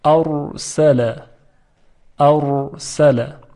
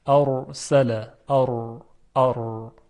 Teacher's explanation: اگر دقت کنیم متوجه میشیم که سر زبان با سرعت زیاد برخورد میکنه و کنده میشه، یعنی یک حالت ارتعاش، ارتعاد و لرزش ایجاد میشه. · Term: تکریر